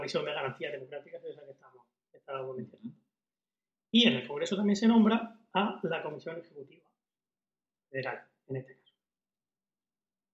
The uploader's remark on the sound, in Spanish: Grabado por error con el micrófono del portátil. El que no ha comprobado que el ordenador estaba grabando de la mesa de audio USB en lugar de desde el micrófono integrado del portátil. Casi dos horas de sonido de lata 2006 style.